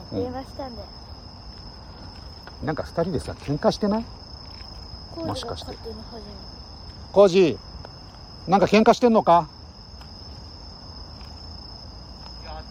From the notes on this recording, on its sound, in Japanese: LIVE 野毛大塚古墳から国際宇宙ステーション中継。